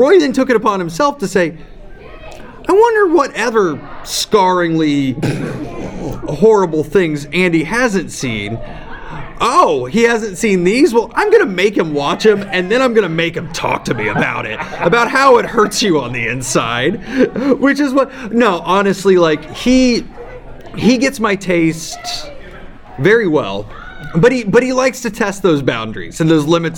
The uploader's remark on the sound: Live From All-Con 2019 (Raw Audio). Live from All-Con, one of the best fan cons out there.